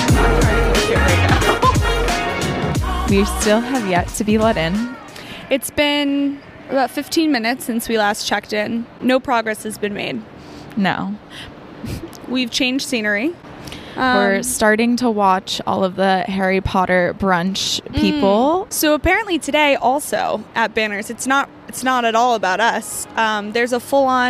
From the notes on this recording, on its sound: Brunch at Banners. Record an episode at Banners - aka the sports bar where the YCDB podcast was kickstarted back in 2022.